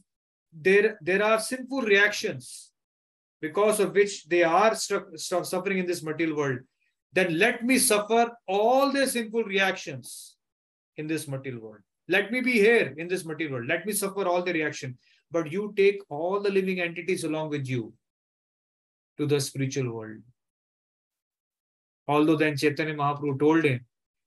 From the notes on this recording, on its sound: Zoom recorded class